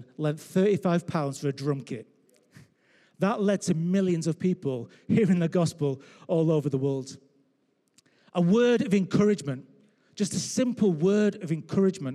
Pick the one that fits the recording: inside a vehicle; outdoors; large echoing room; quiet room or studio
large echoing room